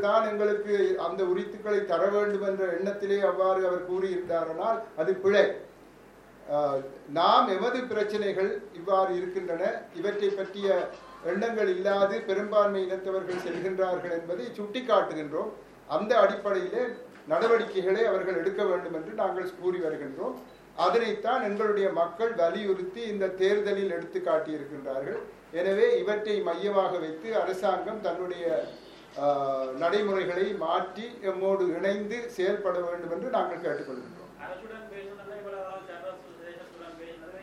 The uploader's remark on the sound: Press conference by TNA held in Jaffna on 22 September 2013